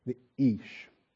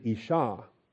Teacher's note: That's the Aleph sound in Ish. You want to start your Ish like you start your honest, with a silent closure of the throat.